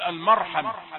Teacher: خلي الميم مفخمة لأن الراء مفخمة، والأكثرية أن الحرف المفخم يؤثر في المراقبة، فتقول المرحمة، لكن لن تقول المرحمة، مش هتقول كده.